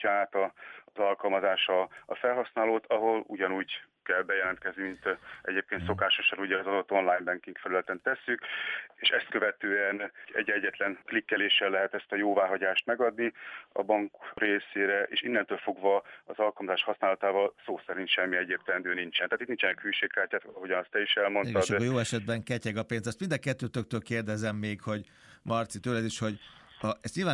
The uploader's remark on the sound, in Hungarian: telefonvendégei